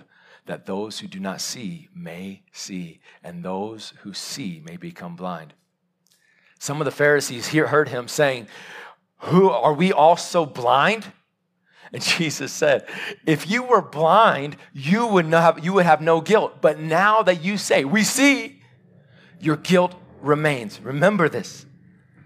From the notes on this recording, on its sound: Live sermon recorded 15-May-2022